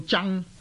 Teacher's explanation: 争字另有一个音呢，就是读去声，读做争，即是呢加多一个言语的言字边，那个争字，争即是间争的争。咁样啊，我